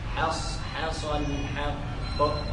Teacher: اوعى تفخم الحاء اما يجي بعدها صاد